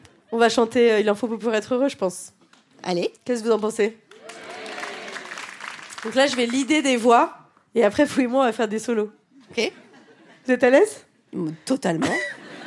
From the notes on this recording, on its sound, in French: Captation réalisée au Cabaret Sauvage.